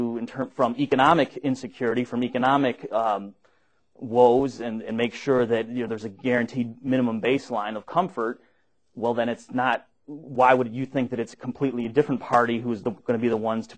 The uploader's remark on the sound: Recorded at the Mises Institute